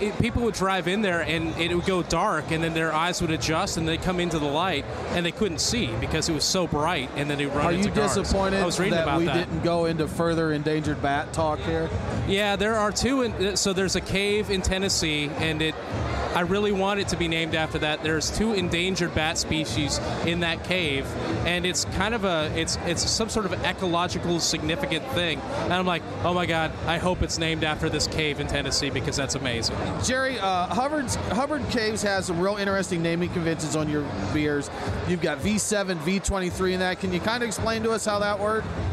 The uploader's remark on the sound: Live from The Juice Strikes Back Beer Fest!